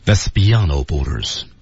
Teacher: beyond 自然带了一个升。 That's beyond ourborders。而 borders 又降下来。 beyond 加了一个重音，由于他说的很重要，所以音调由于重音的原因自动抬了起来啊，抬了起来。Let's beyond noborders，所以在 borders 的位置自然就下来了。哦、像一座山一样，先上再下。哦、 You must never go there,Simba。对，他肯定要强调 never，对不对？You must